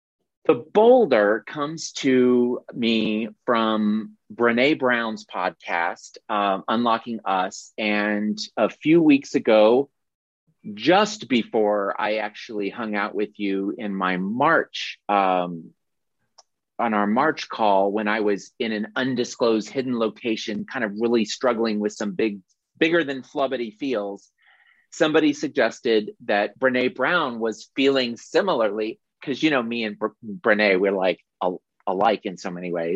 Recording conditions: video call